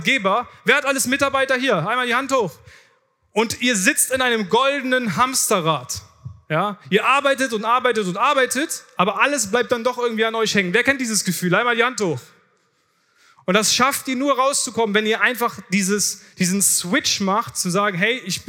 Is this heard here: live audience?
yes